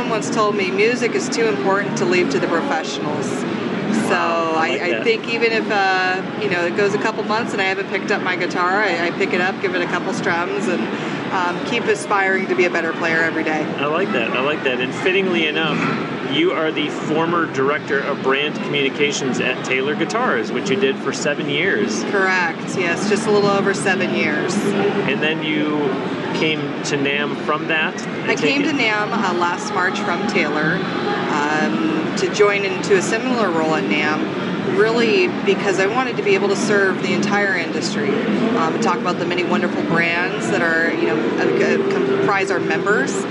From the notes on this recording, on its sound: during the Winter 2017 NAMM show in California.